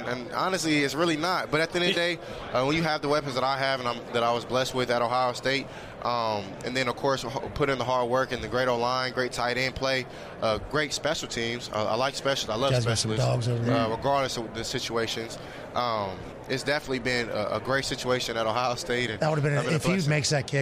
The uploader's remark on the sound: LIVE from radio row in BEAUTIFUL Phoenix Arizona, kicking off the Super Bowl week Friday!